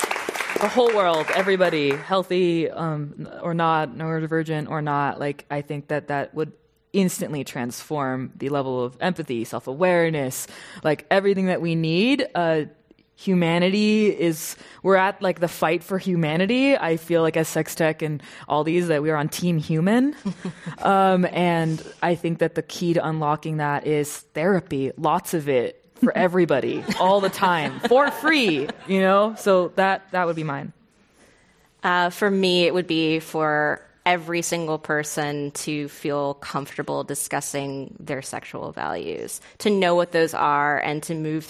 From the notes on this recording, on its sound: This program was recorded in front of a live audience at The Commonwealth Club of California in San Francisco on August 1st, 2019.